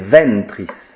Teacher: On ne nasalise pas le A et le E. Voyez, vent, c'est ventris.